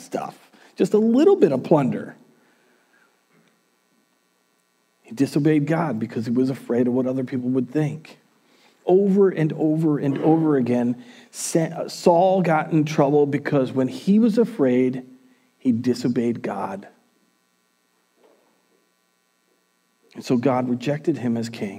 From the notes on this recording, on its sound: Recorded on January 10th, 2021 at Word of Life Church in Le Sueur, MN.